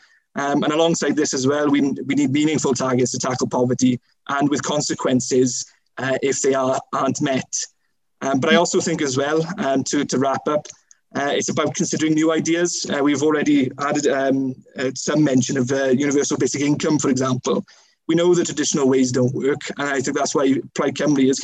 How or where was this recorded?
video call